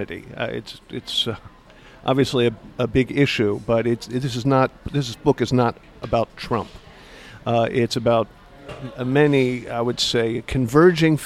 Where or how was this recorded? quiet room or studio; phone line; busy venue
busy venue